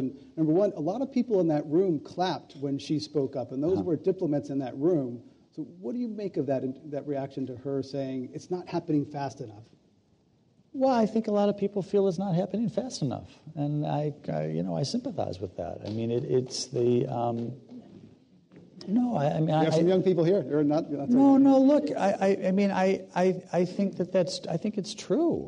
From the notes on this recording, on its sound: This program was recorded in front of a live audience at The Commonwealth Club in San Francisco on February 19, 2014